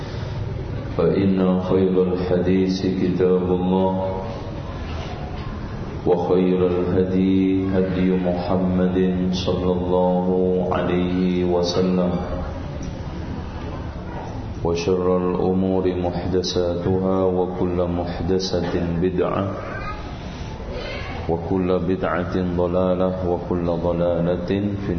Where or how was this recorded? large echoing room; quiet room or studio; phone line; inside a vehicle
large echoing room